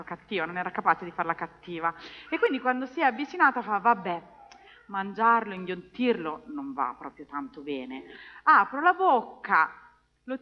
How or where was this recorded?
large echoing room